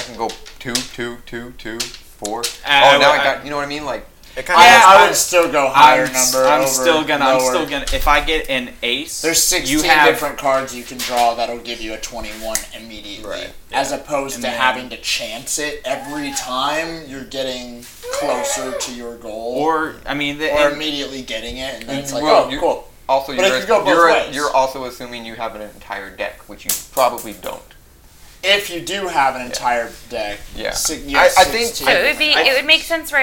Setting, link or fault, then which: fault, background noise